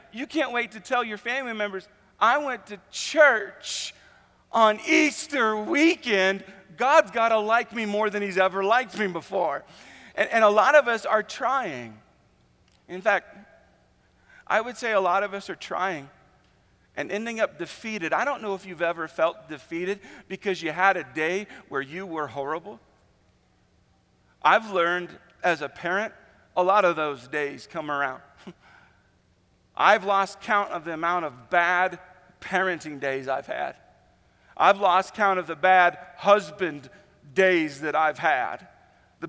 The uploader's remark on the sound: Easter at the Civic Center